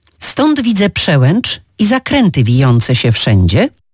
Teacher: Bo na przykład w takim zdaniu, stąd widzę przełęcz i zakręty wijące się wszędzie, mamy 7 liter OU i E, ale w żadnym z tych wyrazów nie wymawia się samogłoski nosowej. Zamiast nich wymawiamy albo E, to na końcu wyrazu, w miejscu litery E, tak jak widzę, się, albo wymawiamy połączenia głosek.